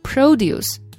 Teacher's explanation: 它的名词形式 produce，重音跑到前面去了，就是农产品的意思